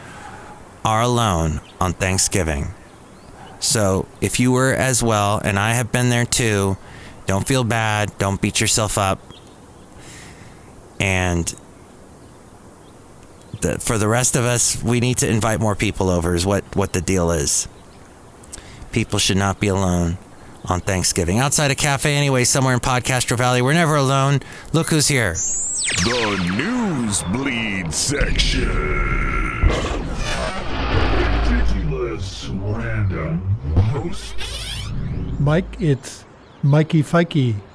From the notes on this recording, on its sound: podcasts live from Café Anyway